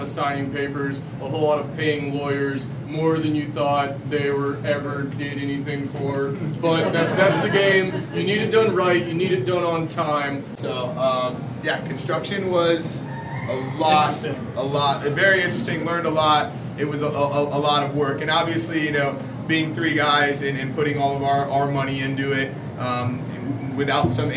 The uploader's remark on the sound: LIVE 81Bay Brewing Co. The Best MicroBrewery in South Tampa.